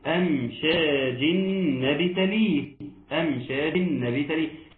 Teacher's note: ترقيق الالف والميم والشين